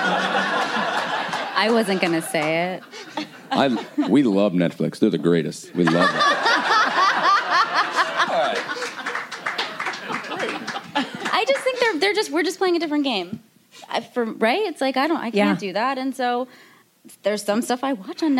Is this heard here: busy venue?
yes